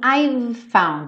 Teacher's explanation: Você vai do V pro F muito ligadinho